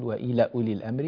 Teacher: حذفت الألف التي بعد اللام من وإلى